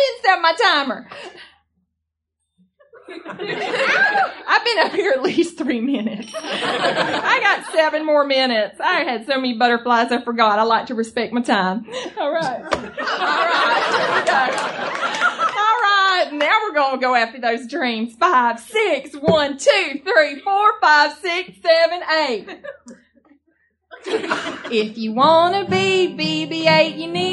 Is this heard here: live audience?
yes